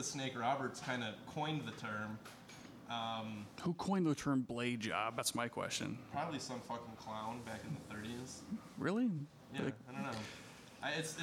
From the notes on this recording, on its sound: Live from Troma Dance Detroit! Live from the Ghost Light bar in Hamtramck. Huge shout out to all who came out to the show and everyone from Troma Dance and Planet Ant who helped make the show possible!